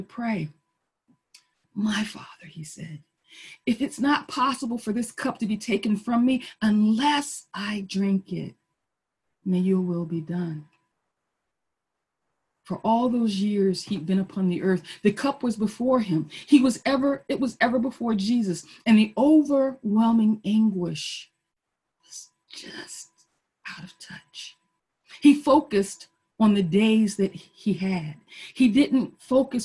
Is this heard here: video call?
yes